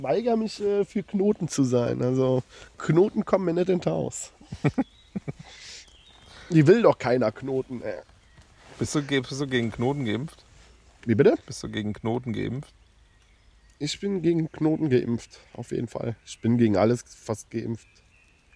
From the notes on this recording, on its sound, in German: Live und entspannt aus der Hängematte.